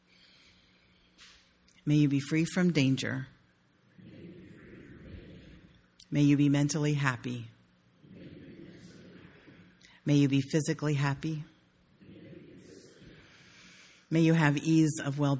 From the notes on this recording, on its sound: sermon delivered on May 1, 2016.